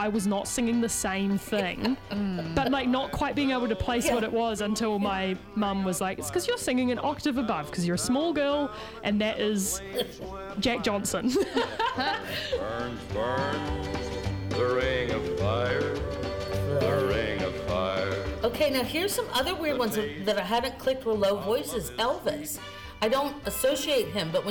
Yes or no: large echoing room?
no